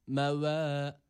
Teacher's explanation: Vav harfi olduğu için, dudak harfi olduğundan dolayı ileriye gidiyor. Türkçedeki gibi V değil de burada Arapçadaki vav harfinde dudaklar ileriye gidiyor. Meve. Bir elif miktarı uzatıyoruz.